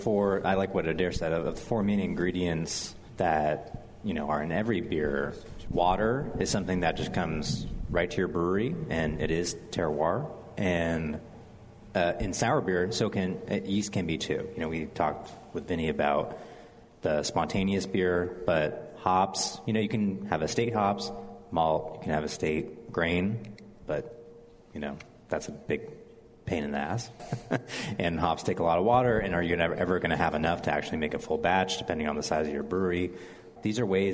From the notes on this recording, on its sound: broadcast live from The Rare Barrel!